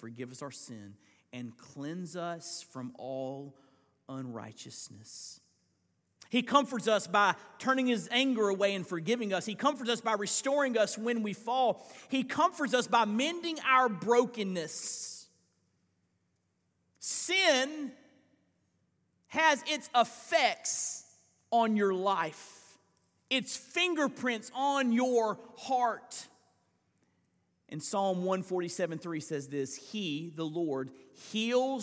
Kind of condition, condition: setting, large echoing room